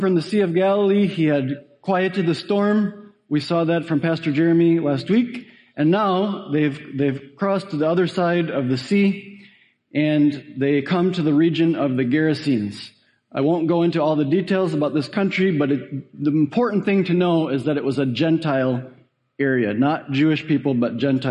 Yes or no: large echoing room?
yes